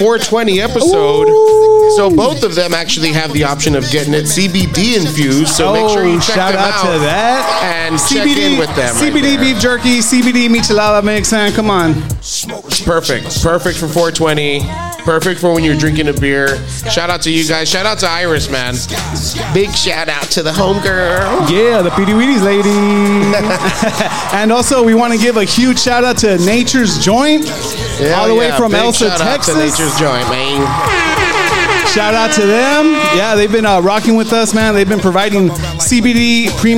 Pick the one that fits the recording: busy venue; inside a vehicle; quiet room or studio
busy venue